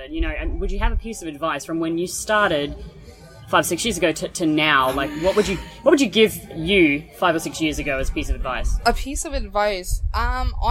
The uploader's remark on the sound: We’re on the ground live in Xbiz Miami talking to cam models, support groups and Young Swingers Week. Join in as we share interviews and audio clips on the ground at an adult industry event called Xbiz.